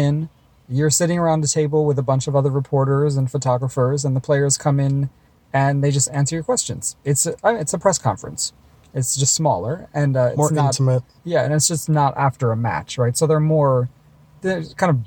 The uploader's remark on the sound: From the 2017 Western & Southern Open in Cincinnati. We are again recording in our car, but this time we've also got outtakes from Monday's player roundtables.